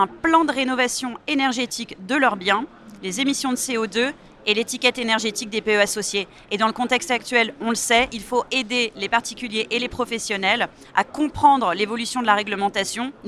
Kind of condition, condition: setting, busy venue